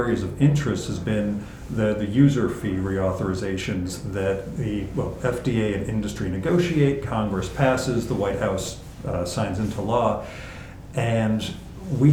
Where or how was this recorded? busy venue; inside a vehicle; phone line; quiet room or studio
busy venue